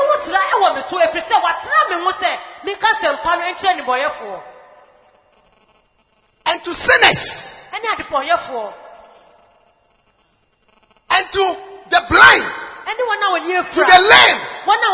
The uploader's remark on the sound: Preached at the Anagkazo Assemblies Cathedral